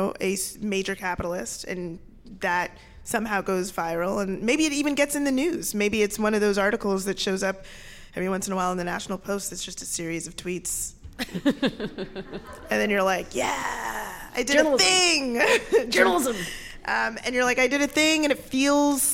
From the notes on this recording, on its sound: Live show recorded in Vancouver at the Maritime Labour Centre on November 29